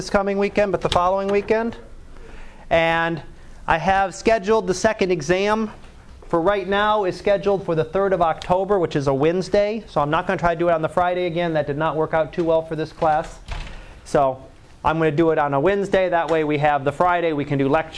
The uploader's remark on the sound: Live Class Lecture.